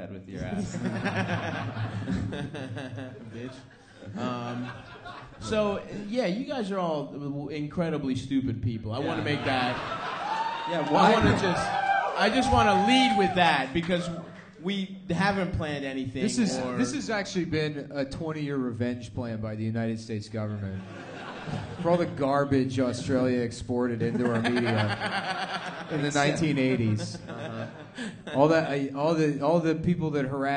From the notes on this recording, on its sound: Brisbane (Live Show)